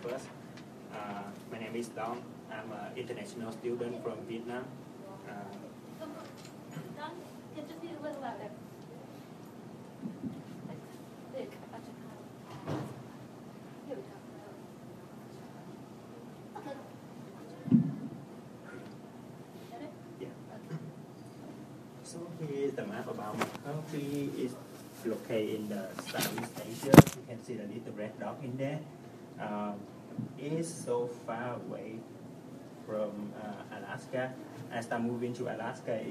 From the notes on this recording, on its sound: Increase sound level for the first 6 minutes.